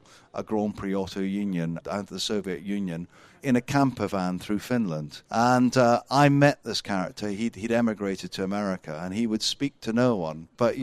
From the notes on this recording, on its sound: Recorded at the Concours of Elegance at Hampton Court Palace